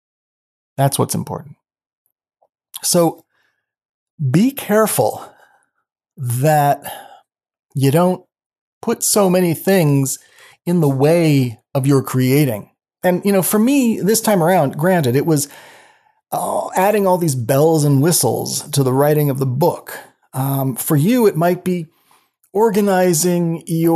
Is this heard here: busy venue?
no